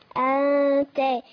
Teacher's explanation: ألف همزة فتحة آ نون ساكنة مخفية عند التاء المفتوحة